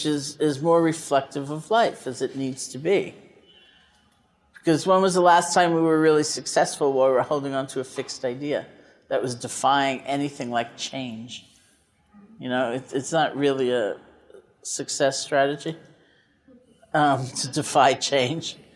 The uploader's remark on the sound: This episode was recorded live at Tibet House in 2018.